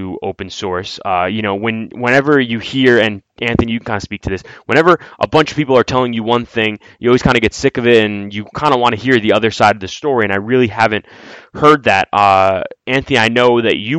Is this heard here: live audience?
no